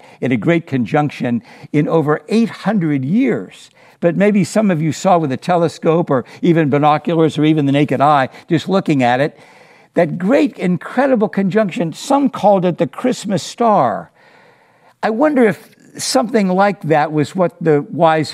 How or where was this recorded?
large echoing room